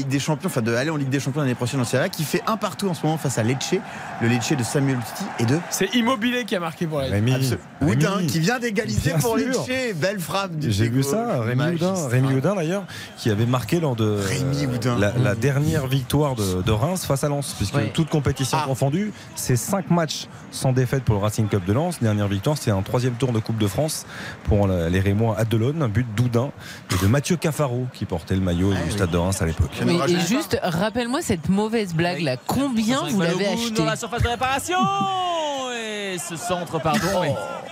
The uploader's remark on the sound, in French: en direct de Bollaert